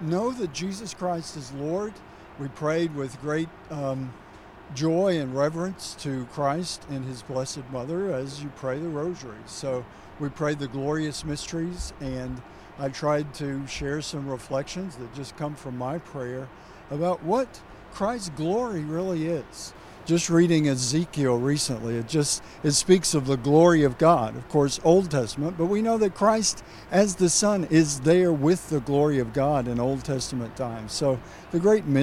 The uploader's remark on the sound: Hundreds rally outside USCCB assembly. This exclusive on-the-ground report outside of the November 2023 USCCB Assembly.